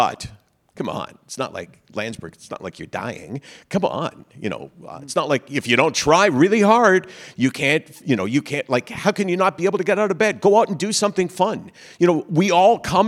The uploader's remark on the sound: Special live episode of Menschwarmers , recorded at the Prosserman JCC in Toronto on Sept. This is the first in a series of live conversations hosted by The CJN and the Prosserman JCC. Special live episode of Menschwarmers , recorded at the Prosserman JCC in Toronto on Sept.